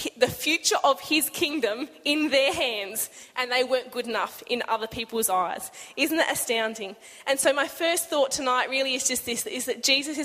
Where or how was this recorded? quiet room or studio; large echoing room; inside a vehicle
large echoing room